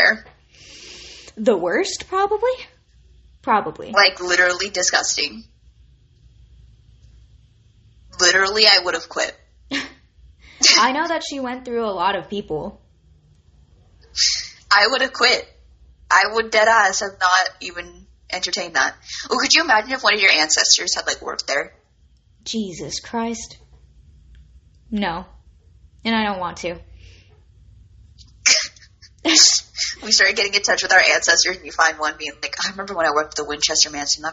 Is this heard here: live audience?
no